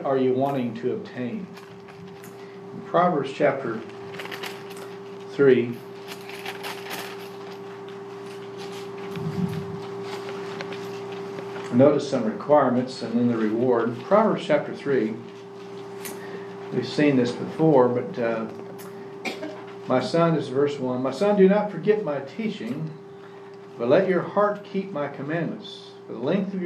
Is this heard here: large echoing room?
yes